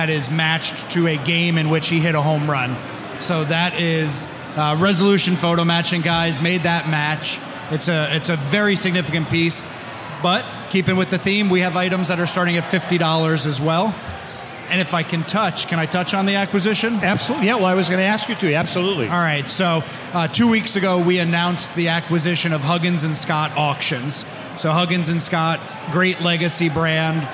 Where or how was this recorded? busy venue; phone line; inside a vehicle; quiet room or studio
busy venue